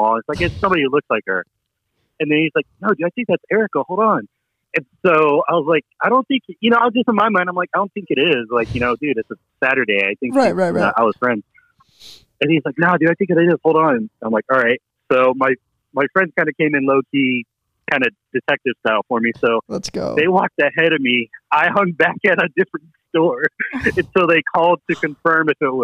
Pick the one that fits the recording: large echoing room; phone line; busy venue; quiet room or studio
phone line